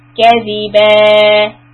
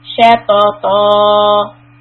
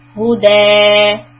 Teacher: at the end of the ayah, we are stretching the sound two counts because there's tanween fatha. There are two tanweens with the fatha on it, and it is followed by letter alif or alif maksura. · Term: two count ending